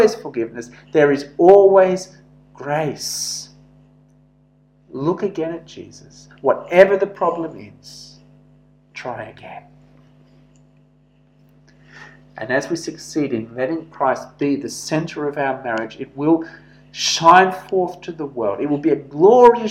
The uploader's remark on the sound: This sermon was preached at St George's Church, Penang on 7th July 2021.